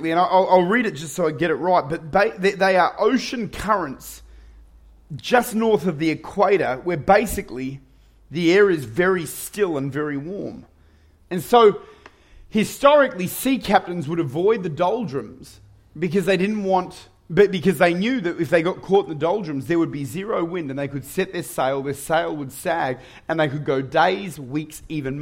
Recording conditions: large echoing room